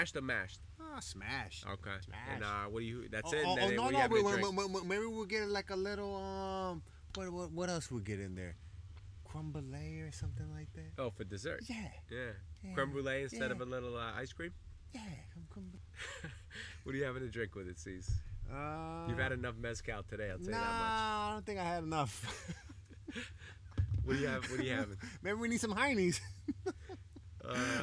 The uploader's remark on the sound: I took my podcasting talents to Mexico. The podcast was recorded on a private beach at his home in Isla Mujeres. Sometimes all you need is a laptop, a microphone and a bottle of Mezcal to make it happen.